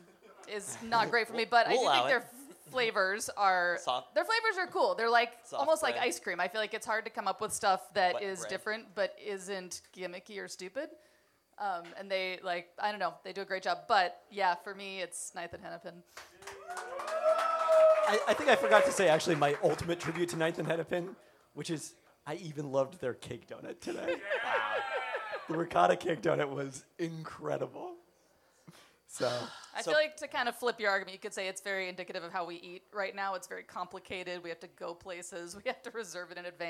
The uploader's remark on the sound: Peltoncast Live Spring 2023. Our live show on April 21 at Belltown Yacht Club.